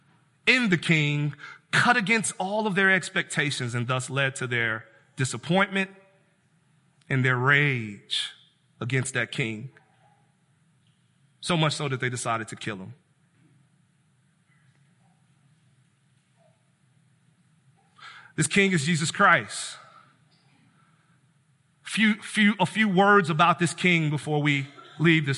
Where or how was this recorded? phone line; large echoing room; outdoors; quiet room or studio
large echoing room